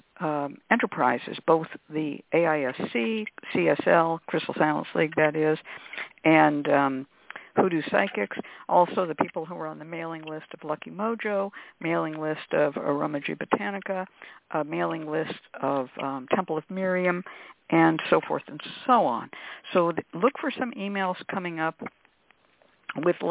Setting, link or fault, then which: link, phone line